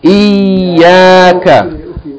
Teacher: the ya here has a shadda. So the first ya is elongating kesra, and the second ya has a vowel of its own, fatha alif.